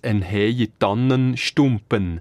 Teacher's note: Das N am Wortende, das kommt konsequent ausgesprochen. Das ist also nicht wie in fast allen anderen Dialekten weggefallen.